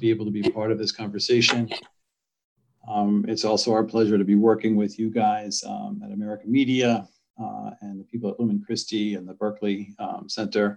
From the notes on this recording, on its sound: A webinar panel.